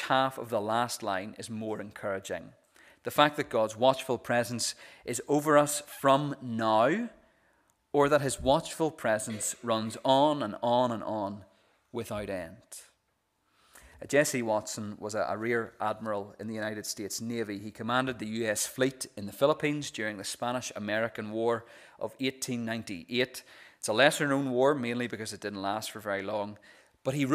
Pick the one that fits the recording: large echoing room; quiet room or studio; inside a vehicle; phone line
large echoing room